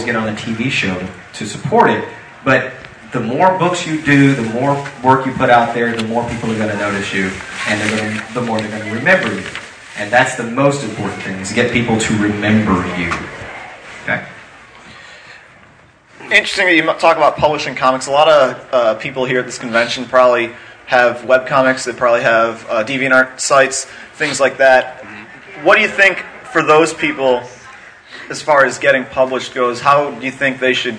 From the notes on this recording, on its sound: Here's the audio to our interview from Anime Festival Orlando 2007. None of us have ever done a live interview before prior to this.